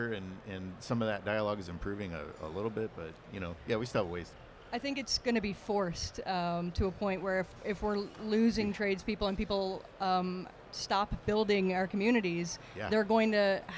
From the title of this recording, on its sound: LIVE from The WWETT Show 2024